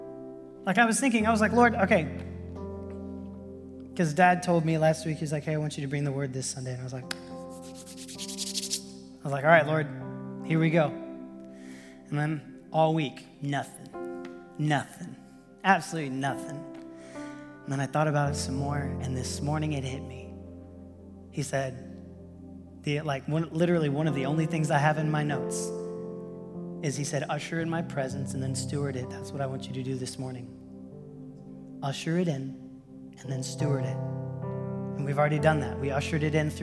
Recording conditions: large echoing room